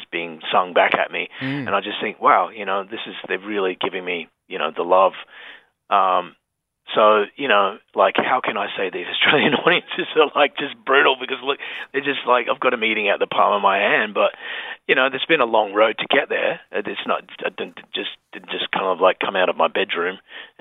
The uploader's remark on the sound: jumped on the phone